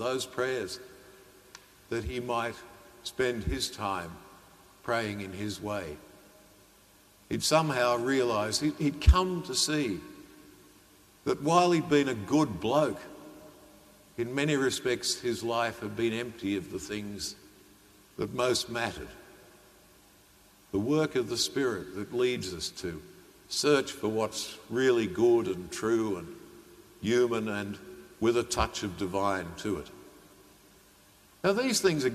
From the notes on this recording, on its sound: During the live-streamed 9.30 am Mass from (an all-but-empty) Sacred Heart Cathedral, Hamilton.